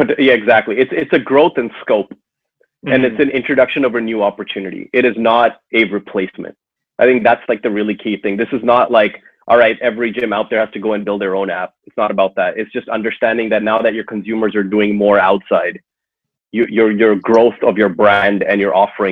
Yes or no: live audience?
no